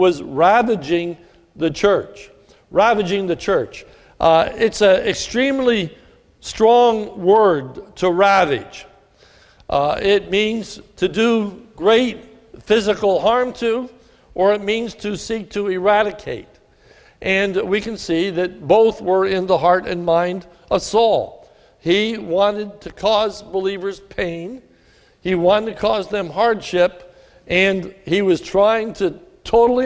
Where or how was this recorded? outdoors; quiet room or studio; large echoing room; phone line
large echoing room